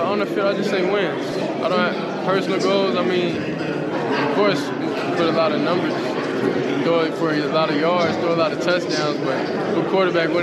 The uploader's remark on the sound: The Bluebloods are live from SWAC Media Day in Birmingham, AL.